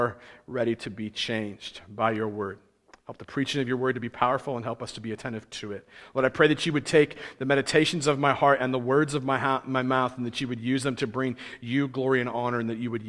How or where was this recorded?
large echoing room